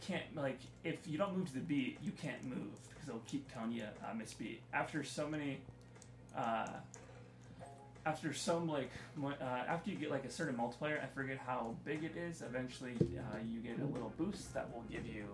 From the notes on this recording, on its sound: I apologize for the audio levels in today's podcast